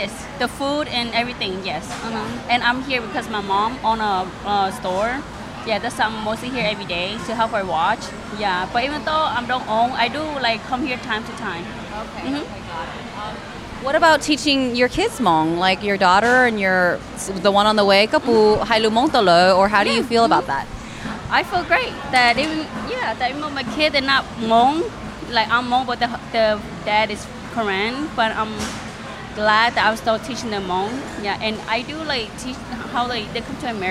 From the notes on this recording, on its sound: These segments are recorded during peak business hours at the Hmongtown Marketplace in St. Paul, Minnesota, so there is a bit of background noise, but we felt it was an appropriate place to meet and connect with different Hmong folks in our local area.